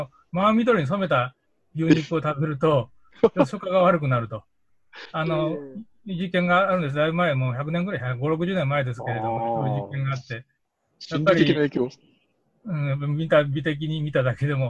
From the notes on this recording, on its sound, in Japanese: ミーティングZOOM会議